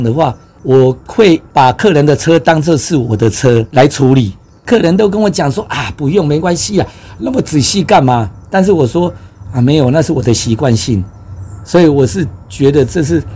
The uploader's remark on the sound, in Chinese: 因為我們是採取游擊街訪、以帳篷作為臨時錄音室的形式，所以音質並不會像一般廣播節目那麼理想，也有許多身歷其境的環境音